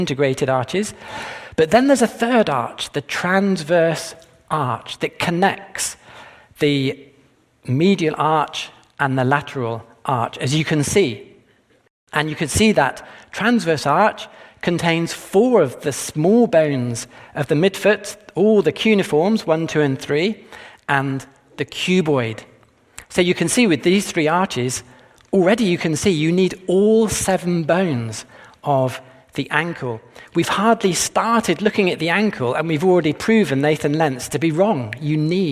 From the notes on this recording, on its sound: This presentation was taped at the 2022 Westminster Conference on Science and Faith in the greater Philadelphia area, which was jointly sponsored by Discovery Institute’s Center for Science and Culture, and Westminster Theological Seminary.